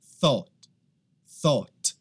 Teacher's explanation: se você tiver inglês americano, sotaque americano vai ser thought. Thought, tá? Mais aberto.